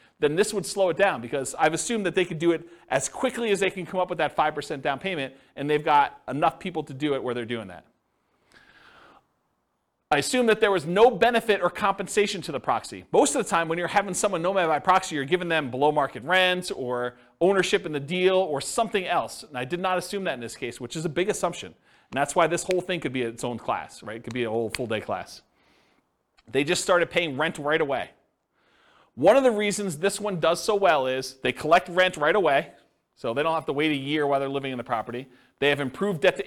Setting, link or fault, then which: setting, live audience